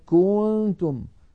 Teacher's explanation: كذلك مثلا الضمة كنتم، الكاف المضمومة، فإذا بالغنا يقول الواحد كنتم، فيمط الضمة إلى أن يصل السامع يتوهم كأن هناك واوا بعد الكاف المضمومة. نلاحظ ذلك، هذا الخطأ الأول الذي ممكن أن يحدث، نلاحظه على اللوحة التعليمية التي أمامنا. · Term: التمطيط